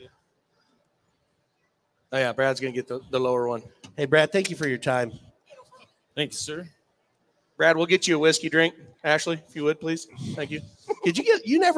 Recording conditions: busy venue